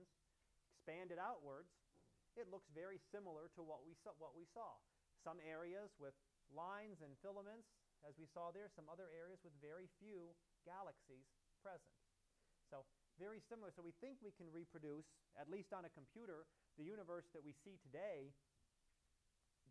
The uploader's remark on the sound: Live Class Lecture